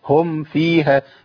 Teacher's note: وانا لو زودت الغنة دخلت في ادغام اخفاء، فما تظهرش الغنة بشكل قوي. الغنة باينة فيها وهم فيها.